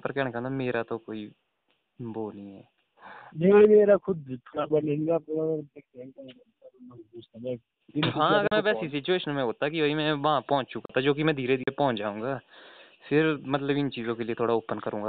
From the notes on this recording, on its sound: A phone talk